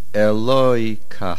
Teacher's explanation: The main accent is on the lamed. There is a AH sound at the end, like ah, AH.